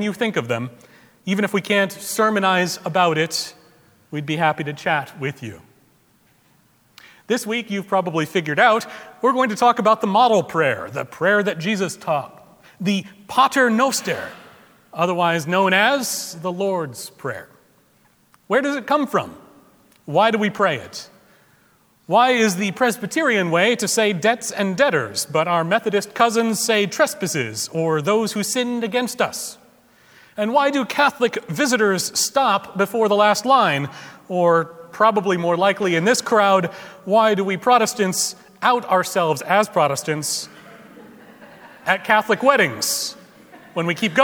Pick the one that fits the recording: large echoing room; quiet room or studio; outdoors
large echoing room